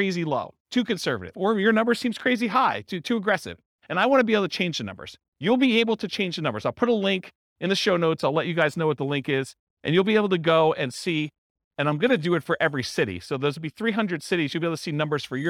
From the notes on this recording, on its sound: This was a live class recorded